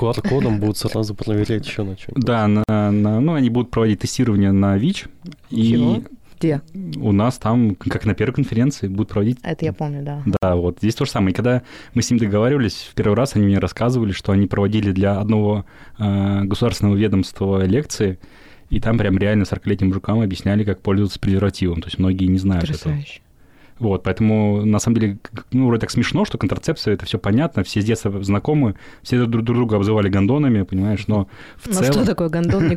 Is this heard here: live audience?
no